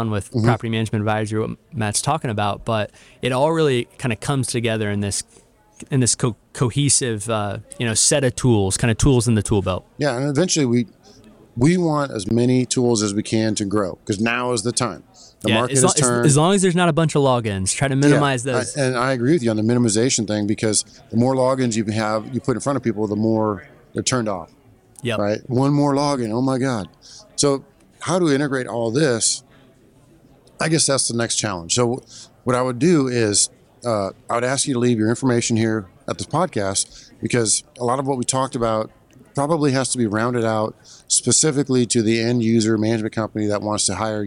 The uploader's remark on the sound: live at PMMCON 2023